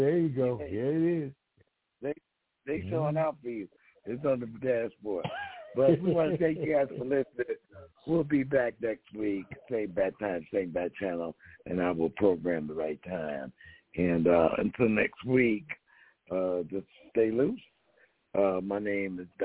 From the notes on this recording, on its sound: TALK RADIO TONIGHT! LIVE CALL.